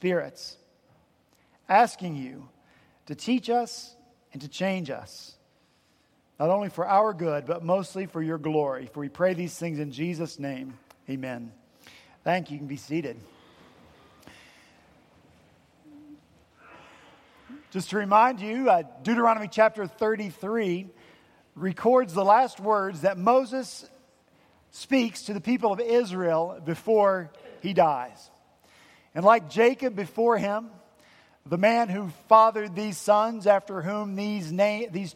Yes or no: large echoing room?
yes